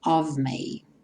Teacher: o of tem o F vai ter um som de V